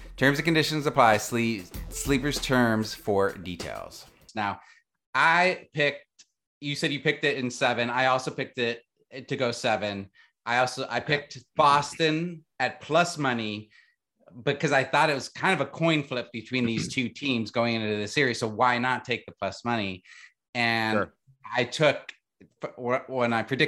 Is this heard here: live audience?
no